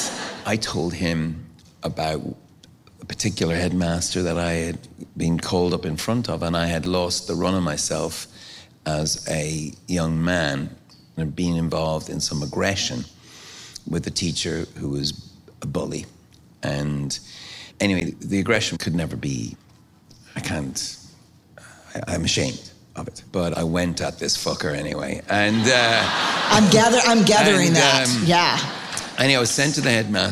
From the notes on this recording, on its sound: Recorded live at the historic Paramount Theatre and presented by Austin City Limits Festival’s Bonus Tracks.